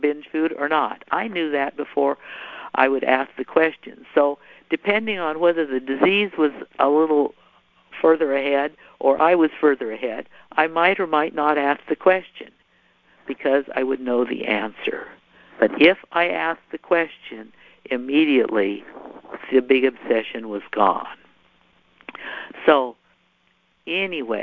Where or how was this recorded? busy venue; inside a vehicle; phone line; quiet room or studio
phone line